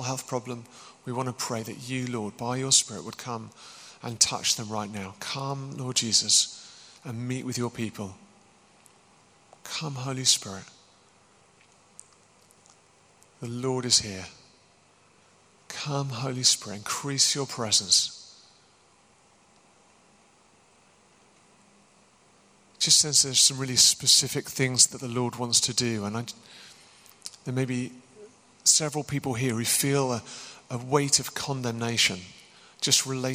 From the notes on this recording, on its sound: Recorded as part of an occasional series of Q&A events at Greyfriars Church in Reading